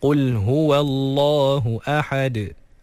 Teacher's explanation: Jadi jangan sampai huruf yang berbaris fathah sebelum huruf yang dimatikan ketika waqaf tu melahirkan huruf alif ataupun ya ataupun waw. Jadi ahad, kena pastikan lepas ha fathah terus matikan dalam huruf dal yang telah disukunkan kerana waqaf.